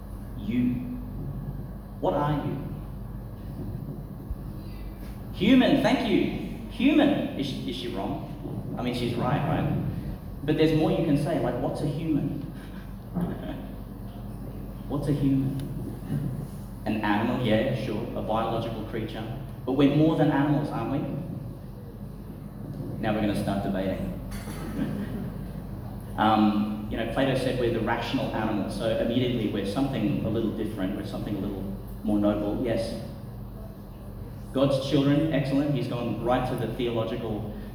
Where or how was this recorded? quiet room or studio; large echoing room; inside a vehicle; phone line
large echoing room